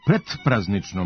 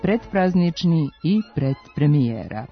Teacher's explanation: Glas D je zvučan, a P bezvučan, pa se D jednači sa P · Term: jednačenju suglasnika po zvučnosti